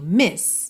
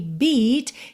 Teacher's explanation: em miss, a gente tem o I bem curtinho, miss. Já em beat, a gente tem esse som comprido